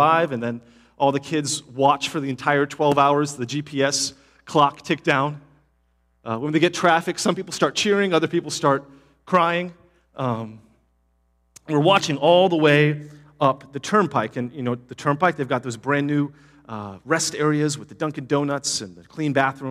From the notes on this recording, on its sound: Palm Vista Community Church Live Stream on August 27th, 2023.